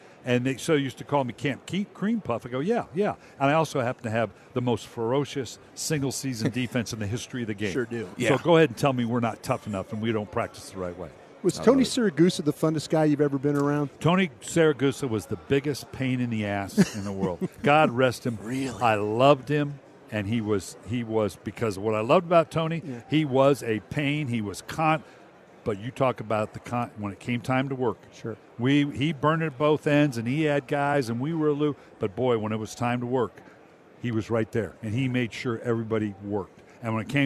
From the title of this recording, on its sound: live from Super Bowl Radio Row